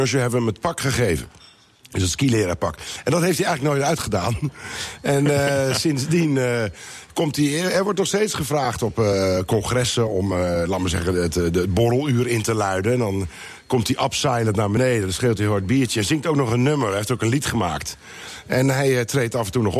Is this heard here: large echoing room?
no